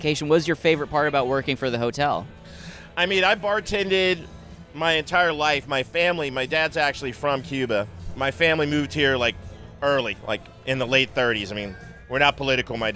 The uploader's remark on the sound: Margaritaville Hotel: San Diego. Recorded live by the 5 o'Clock Somewhere Bar, the boys are joined by countless characters from the property in a fun-filled afternoon.